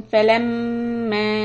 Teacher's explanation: we are going to hold the Meem Mushaddada for two harakat